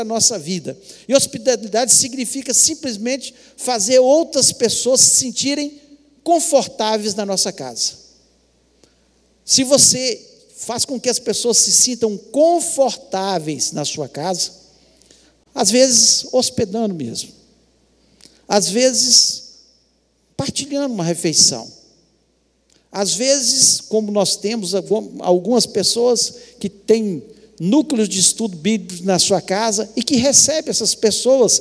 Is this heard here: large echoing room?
yes